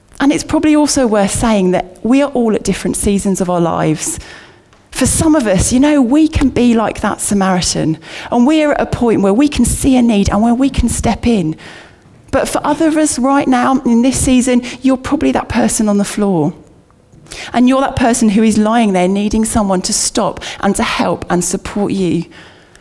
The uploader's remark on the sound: Recorded at Bournville gathering